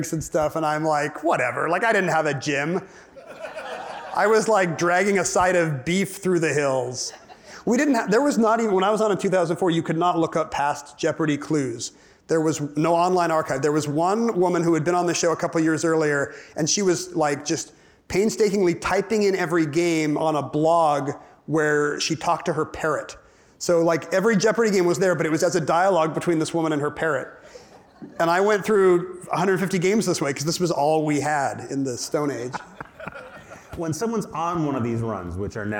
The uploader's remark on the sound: from the 2023 Crosscut Ideas Festival